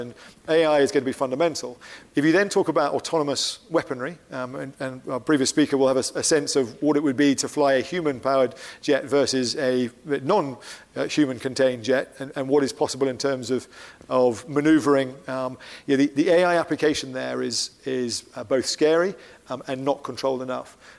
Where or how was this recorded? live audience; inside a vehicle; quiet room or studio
live audience